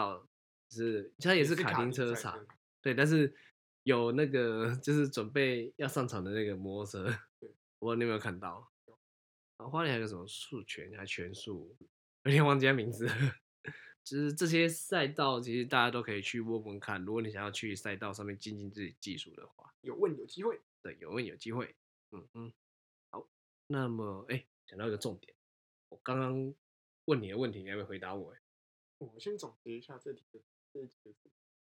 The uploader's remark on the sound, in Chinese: 這集收音有些問題，敬請大家見諒